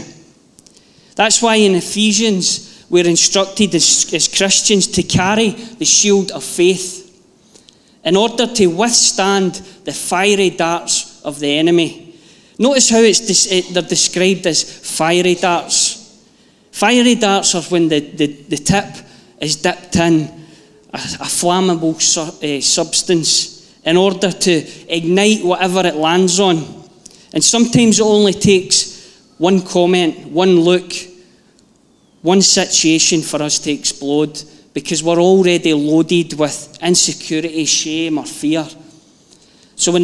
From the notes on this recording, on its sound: Live from our Sunday gathering on 31/07/22